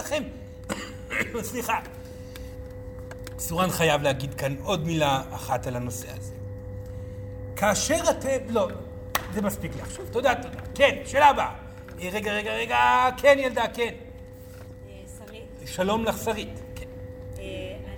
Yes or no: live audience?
yes